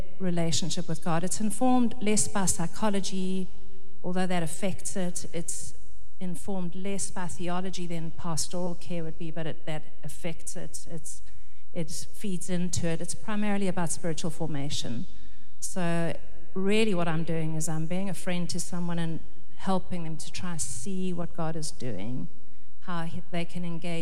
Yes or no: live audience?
yes